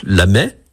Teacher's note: On dit donc la mai, avec un E ouvert, ou la mai, avec un E fermé.